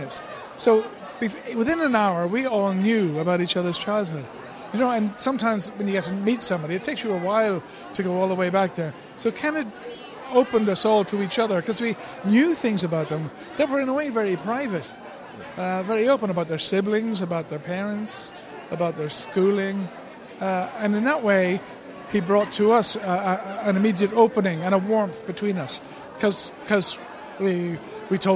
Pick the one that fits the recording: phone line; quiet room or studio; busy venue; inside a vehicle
busy venue